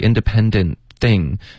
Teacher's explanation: independent 结尾的特可以省略